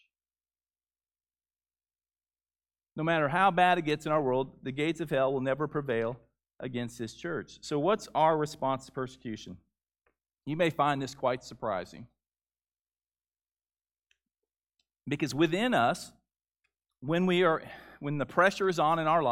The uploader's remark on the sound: Gathering Baptist Church. Noland Road. The audio of the service from March 7, 2021.